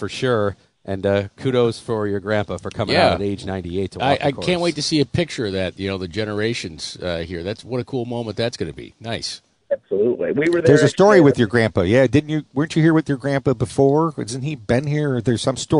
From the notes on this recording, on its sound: Live from the PGA Championship at Oak Hill